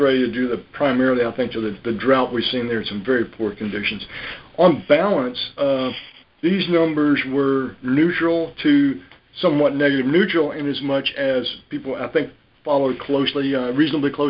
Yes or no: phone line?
yes